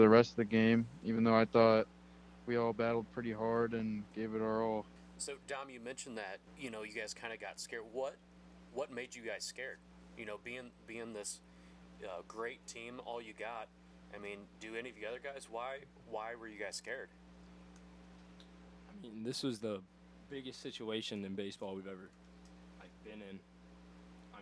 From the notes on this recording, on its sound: Bare with us this week as we struggled with sound and volume!